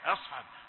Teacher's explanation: أنا هنا فخمت الهمزة قليلا